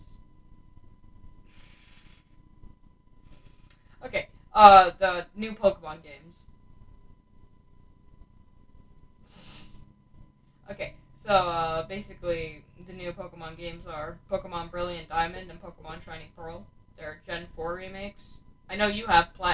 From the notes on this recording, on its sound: I want to apologize about my mic in this first episode, their is a problem with it